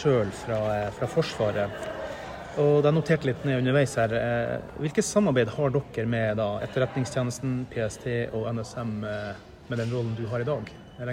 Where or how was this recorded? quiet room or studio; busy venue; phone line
busy venue